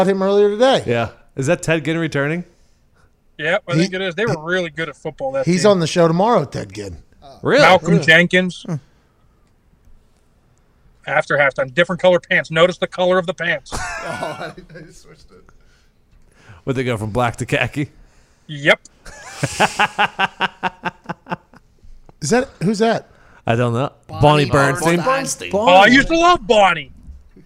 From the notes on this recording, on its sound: Live from his vehicle.